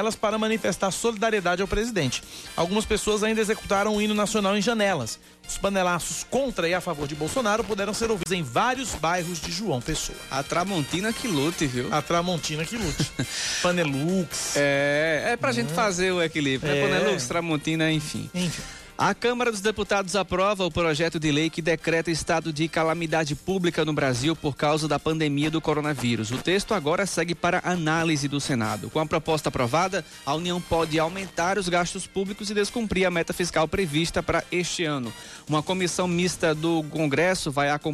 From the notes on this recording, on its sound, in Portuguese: entrevistaram por telefone